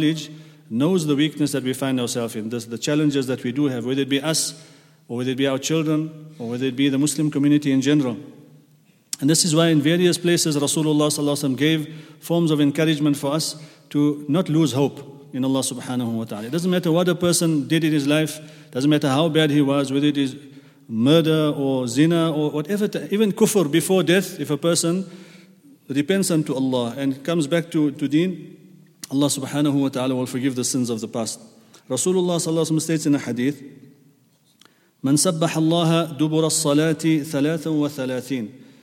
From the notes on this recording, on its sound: at the Houghton Masjid (West Street)